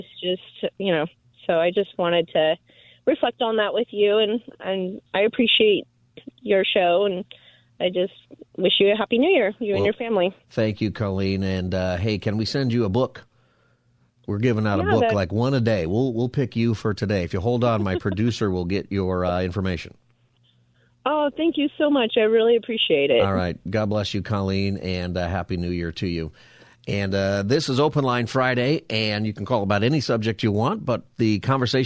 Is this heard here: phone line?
yes